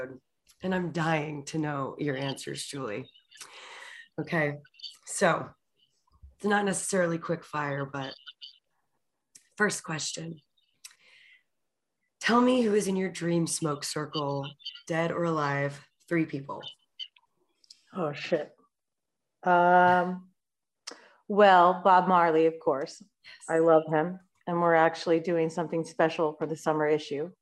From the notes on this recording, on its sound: Recorded in New Braunfels, Texas via Zoom.